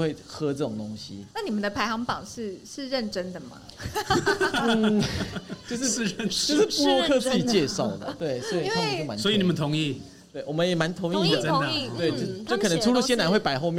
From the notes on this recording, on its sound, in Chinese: 本集因戶外錄製遇上音樂活動彩排，偶有較嚴重的環境音干擾，敬請見諒！